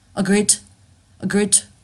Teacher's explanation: 这个 to 呢，其实我们就不是发 to 的这个音，我们是把它弱化成 t